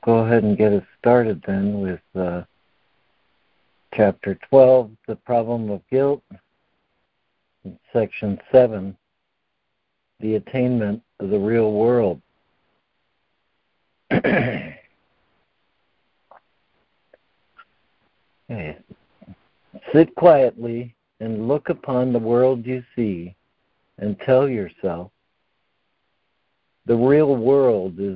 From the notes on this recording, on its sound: ACIM Daily Conference Call